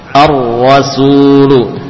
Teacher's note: setiap kita mendapatkan huruf musyaddadah ditahan. Ar ar tidak langsung di beri harokat